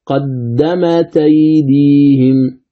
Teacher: التاء ساكنة والهمزة مفتوحة، إذن ننقل حركة الهمزة إلى الساكن، ماذا تصير؟ التاء مفتوحة والهمز يحذف · Term: النقل